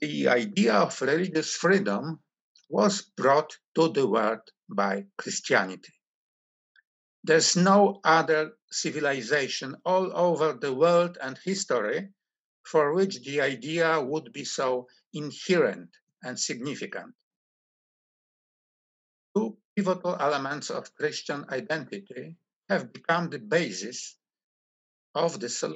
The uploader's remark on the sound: This lecture event is part of the 11th Annual Kościuszko Chair Spring Symposium in honor of Lady Blanka Rosenstiel sponsored by the Kościuszko Chair in Polish Studies and the Center for Intermarium studies.